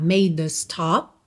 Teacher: Dzinho marcado mesmo. O E final da palavra made não é pronunciado, então esse D já liga na letra A.